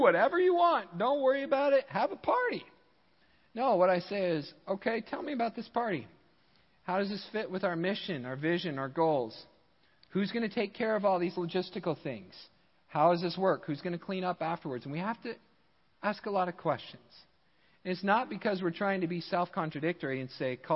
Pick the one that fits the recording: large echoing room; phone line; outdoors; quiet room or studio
large echoing room